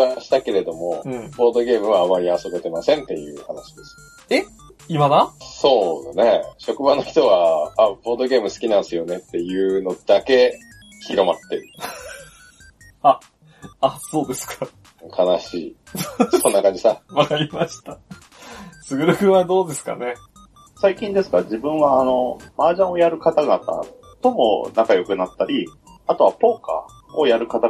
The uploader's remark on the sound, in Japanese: 今回もスカイプ収録となっております。一部音質が悪かったりもしますがご容赦ください。